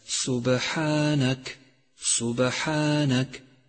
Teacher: صفة القلقلة الصغرى لحرف الباء في كلمة سبحانك